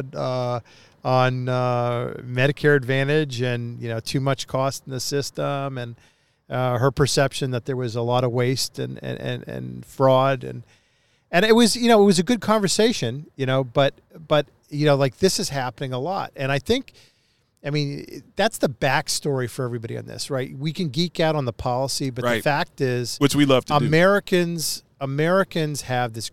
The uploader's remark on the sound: broadcasting from Downton Nashville at the Music City Center at the VIVE Healthcare Tech Conference